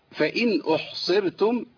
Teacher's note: صاد عندي مكسورة فيها ضعف شوية وبعدها راء مرققة